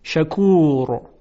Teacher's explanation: چون قبل از را ساکن صدای کشیده او یعنی واو مدی وجود داره، اینجا هم حرف را تفخیم میشه